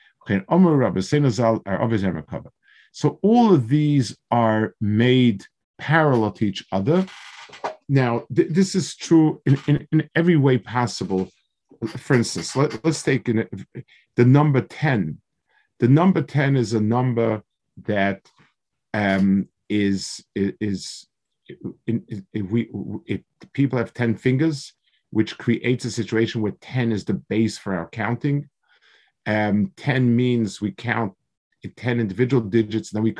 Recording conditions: video call